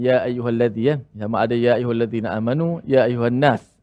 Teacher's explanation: panjangnya mestilah kita baca dengan empat ataupun lima harakat · Term: mat jaiz